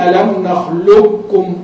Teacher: بين إبقاء الصفة وبين إدغام الكامل وإعدام صفة الاستعلاء في القاف · Term: الإدغام الكامل